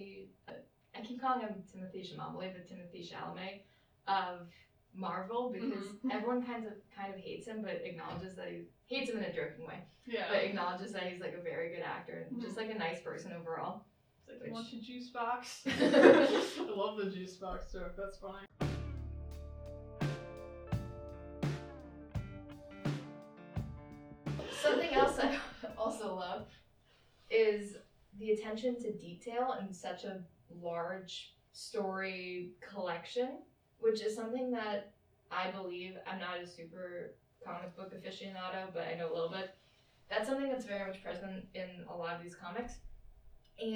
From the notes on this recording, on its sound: We did have a few technical difficulties with the audio of this episode